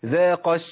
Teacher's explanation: فين الألف المادية؟ سقطت التقاء ساكنين